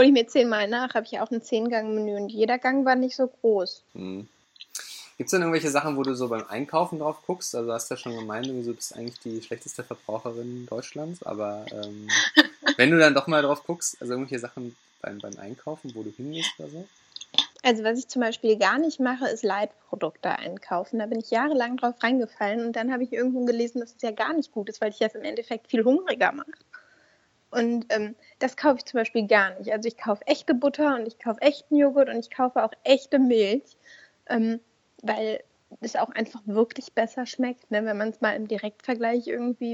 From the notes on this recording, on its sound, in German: Spricht via Skype mit. Die Tonprobleme bitten wir zu entschuldigen.